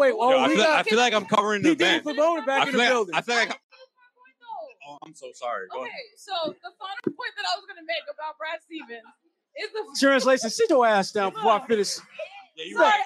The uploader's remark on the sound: LIVE from The Greatest Bar in Boston